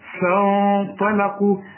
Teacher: الغنة جنب الطاء والطاء شخينة فحنغن الغنة وهي مفخمة